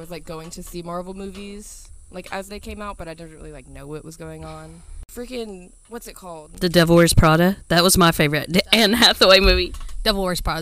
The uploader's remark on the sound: Coming to you from Savannah, GA (the cicada sound was so loud and everywhere). We are still having issues with sound (my mics make me very loud and the other mic very quiet). I am working to figure out what is wrong with the mics.